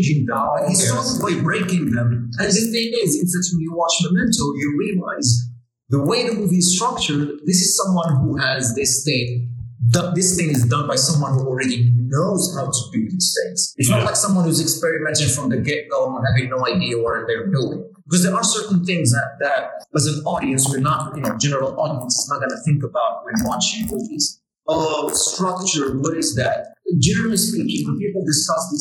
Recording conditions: poor sound quality